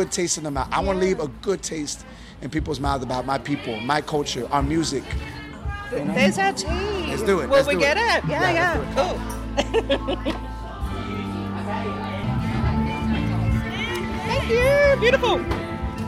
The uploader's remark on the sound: Straight after the band's electric performance at Adelaide's world music festival, WOMADelaide.